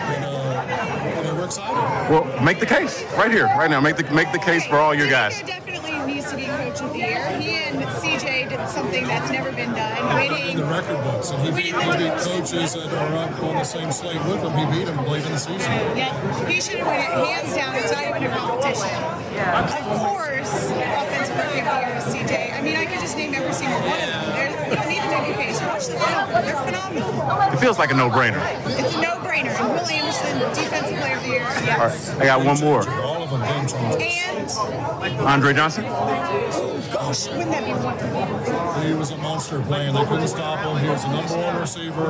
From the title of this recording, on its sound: Final Hour LIVE At Radio Row In Las Vegas